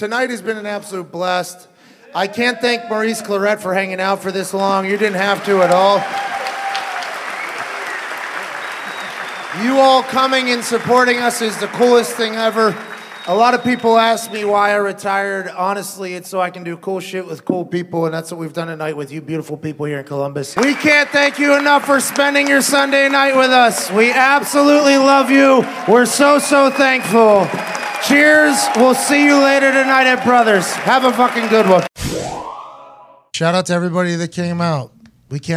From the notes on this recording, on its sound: Live from the Jo Ann Davidson Theatre in Columbus, Ohio. LIVE FROM COLUMBUS.